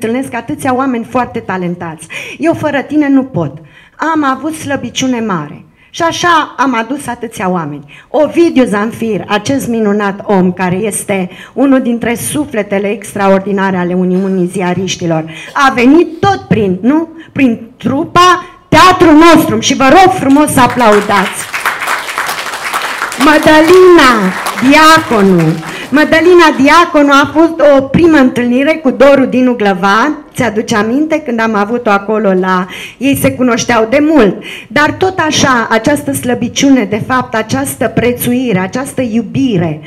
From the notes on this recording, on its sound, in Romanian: O secvență inedită în cadrul Seratei Eminescu, a oferit Teatrul NostruM, al UZPR. Înregistrare live din sala AGIR, București.